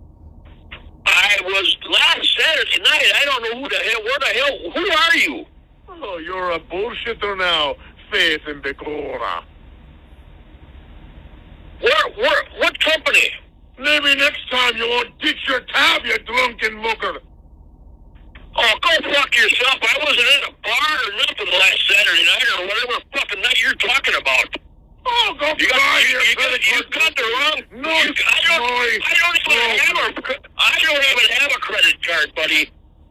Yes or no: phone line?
yes